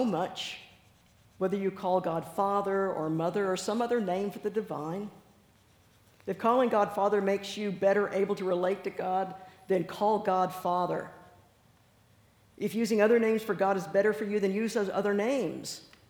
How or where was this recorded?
live audience